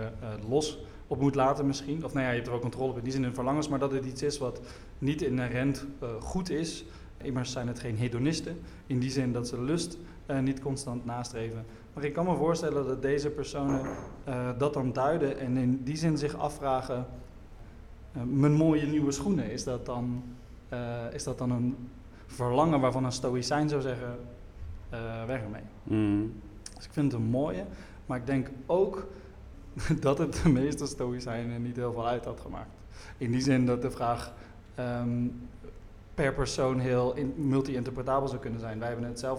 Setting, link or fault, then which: setting, live audience